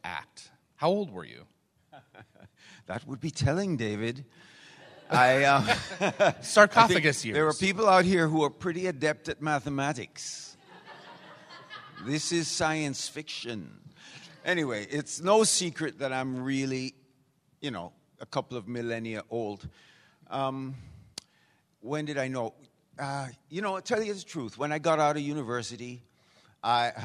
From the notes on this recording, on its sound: Please note, as this was a LIVE, on-site event, this episode is not optimized for an audio podcast. LIVE on stage at Gatecon!